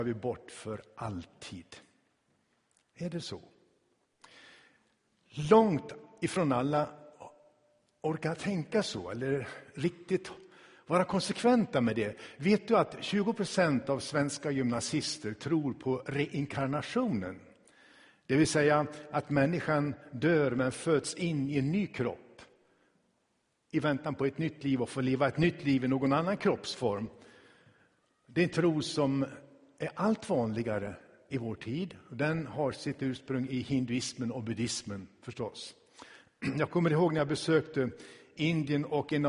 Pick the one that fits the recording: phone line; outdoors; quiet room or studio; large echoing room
large echoing room